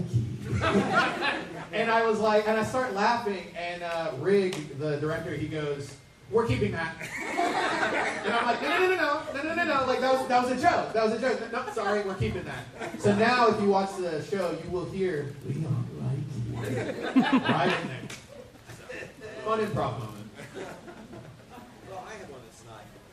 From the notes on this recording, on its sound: Today we're taking you into the Voice Actor Panel at Ba-Con 2023, hosted in Pasadena, Texas. This is quite a large gathering of voice actors from across anime, cartoons, TV shows and everything in between.